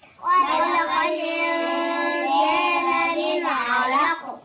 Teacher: قاف ساكنة مقلقلة عند الوقف